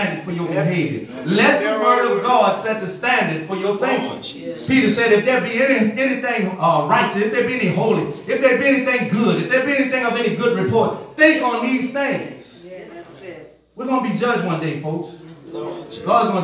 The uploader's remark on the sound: Recorded in the sanctuary of Truevine Missionary Church of Hahnville, Louisiana